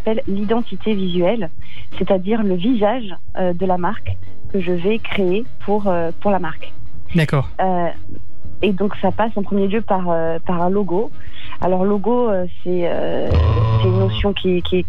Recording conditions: phone line